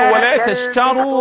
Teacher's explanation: الراء المفخمة، لأن الأصل في الراء التفخيم، راء رو، ولا تشتروا هكذا.